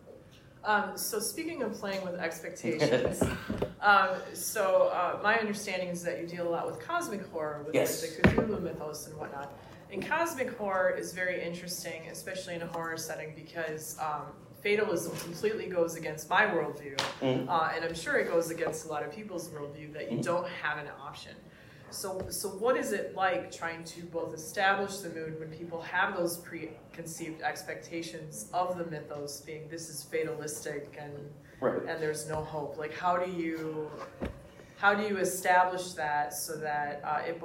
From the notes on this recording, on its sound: Here is the live panel for Gamehole Con 2023 on Horror in TTRPGs.